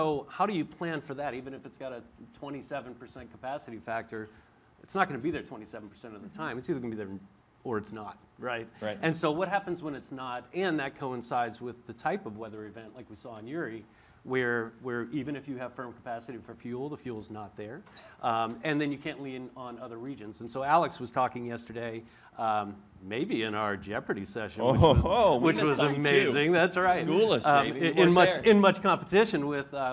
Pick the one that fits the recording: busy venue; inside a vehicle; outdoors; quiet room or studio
busy venue